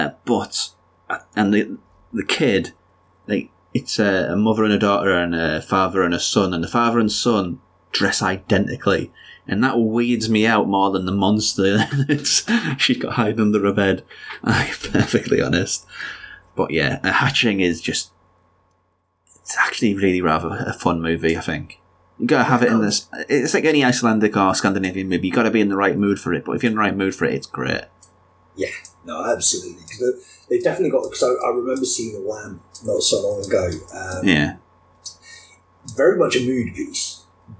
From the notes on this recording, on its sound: There are issues with the audio on this one. I’ve done everything I can to fix this (the show itself is a 2nd stab at recording), but there’s only so much an editor can do.